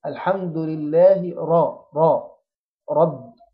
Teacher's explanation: الراء بتاع كلمة رب مفتوحة أفخم الراء وأجيب الحرف وأنا فاتح بقي بس مش على هيئة المبتسم. الحمد لله راء بفتح البق لفوق الحمد لله راء راء رب.